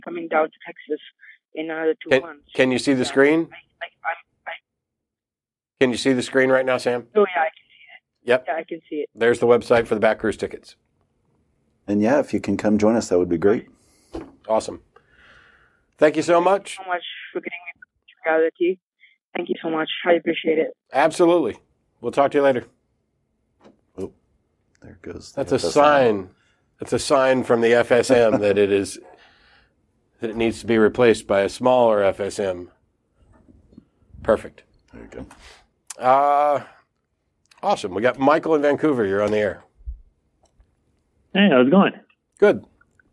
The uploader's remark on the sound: The Atheist Experience is a weekly Internet television show based in Austin, Texas geared at a non-atheist audience. Every week we field live calls from atheists and believers alike.